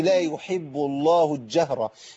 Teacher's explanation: لا يحب الله الجهر، ما بقولش لا يحب الله الجهر كده، عملت إضغام للام في الجيم فبقت جيم مشددة، بقت شمسية بدل ما هي قمرية